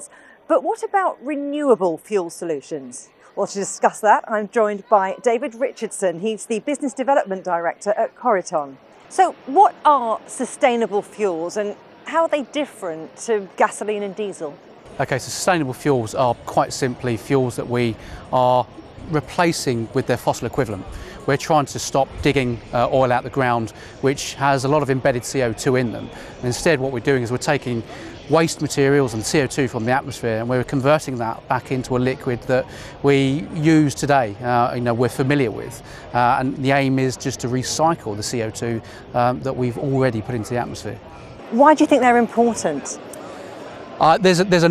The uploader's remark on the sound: we're on the road at the British motor show